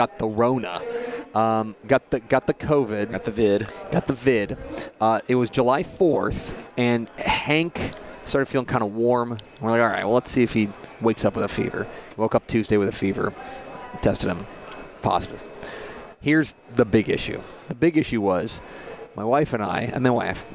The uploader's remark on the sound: Recorded at the 2022 THSCA Coaching School and Convention in San Antonio.